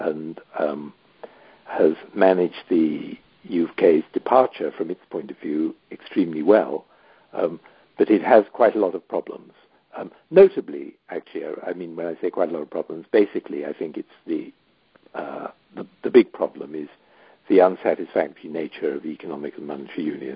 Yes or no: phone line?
yes